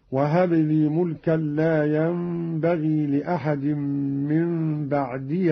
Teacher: قرأ قالون بفتح الياء من بعدي وصلا هكذا وهب لي ملكا لا ينبغي لأحد من بعدي إنك أنت الوهاب.